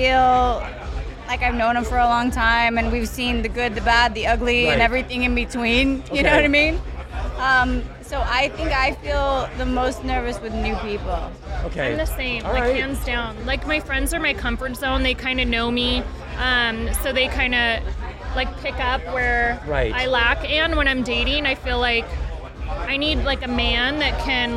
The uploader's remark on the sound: recorded at the Virgin Hotel's Elia Beach Club in Las Vegas